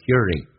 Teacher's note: here 跟 in 还有个连叫 hearing，用字母的 r 跟 in 连在一起叫 hearing